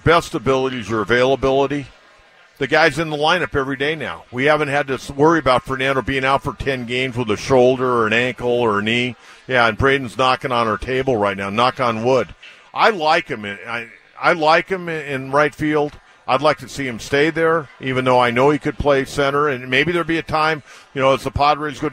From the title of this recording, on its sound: Live from The Loft at Petco Park